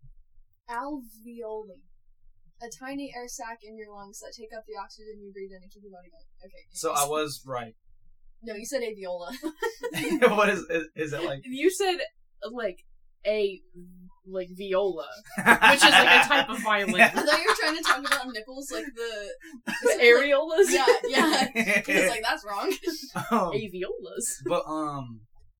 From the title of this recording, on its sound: sOrRy(for the audio), oNLy oNe MiC